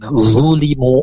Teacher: Zulimu, zu mirip dengan huruf za ya, cuman dia tengah lidahnya itu terangkat, dia punya sifat itbaq, nampak zulimu lebih tebal suaranya